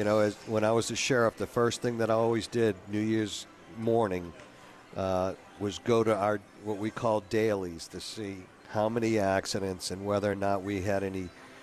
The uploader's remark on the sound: broadcasting LIVE from from Caesars New Orleans!